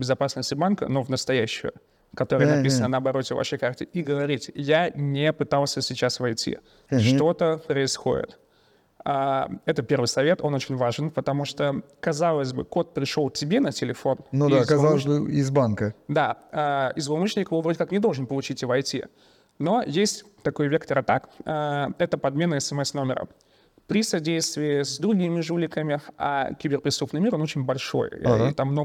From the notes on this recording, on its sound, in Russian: Спецвыпуск подкаста Security Stream, записанный во время партнерской конференции UserGate 2023, которая проходила 21-22 сентября в Завидово.